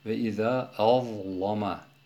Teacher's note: O kalın okunan za'dan dolayı lamı da kalın okuyor. Lamı taglîz ile okuyor.